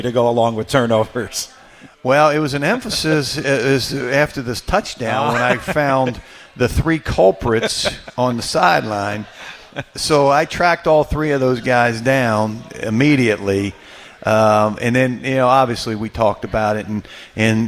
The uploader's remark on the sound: from our new radio show home, Buz and Ned's Real Barbecue on West Broad Street.